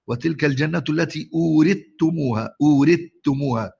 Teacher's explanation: يعني يدغم الثاء في التاء فتصير تاء إيه مشددة · Term: تاء مشددة